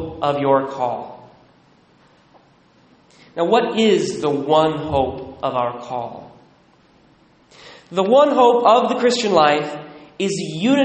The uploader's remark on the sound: Recorded at Immaculate Heart of Mary in Sedro-Woolley